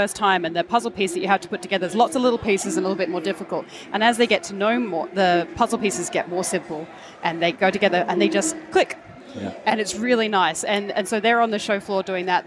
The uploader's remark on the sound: A collaborative episode recorded live on the PAX Australia convention floor.